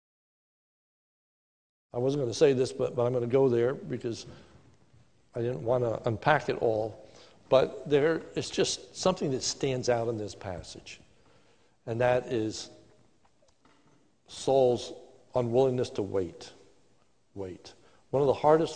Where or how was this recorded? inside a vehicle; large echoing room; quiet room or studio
large echoing room